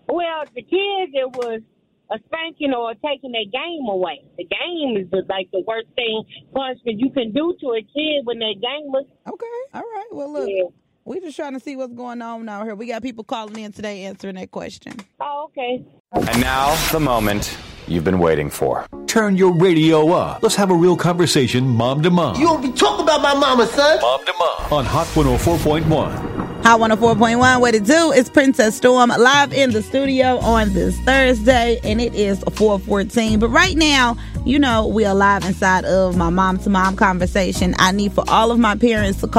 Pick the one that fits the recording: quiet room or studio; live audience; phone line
phone line